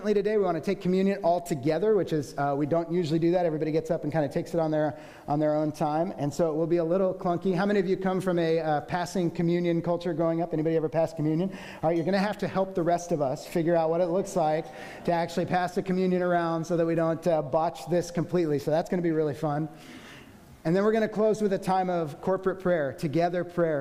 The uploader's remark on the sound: The team of six elders were split between our two services, so the recording will include each set of elders at both services.